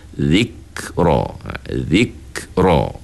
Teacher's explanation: Suara tertahan. Bila kita sebut huruf kaf, zik, tahan suara, zik, selesai aja tahan suara, kita adakan pula sifat hamas, iaitu anginkan sedikit.